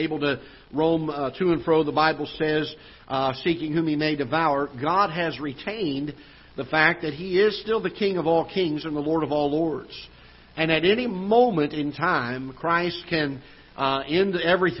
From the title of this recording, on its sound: Ketha Heights Baptist Church ~ Live Broadcast